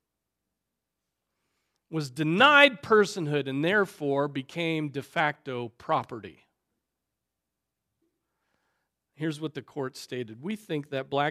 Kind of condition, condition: setting, large echoing room